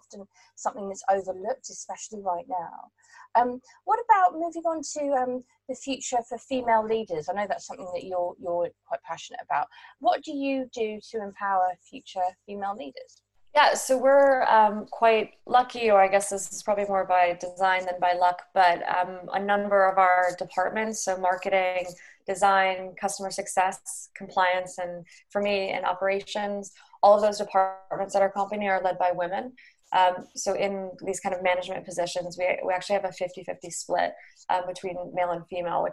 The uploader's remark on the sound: joined over Zoom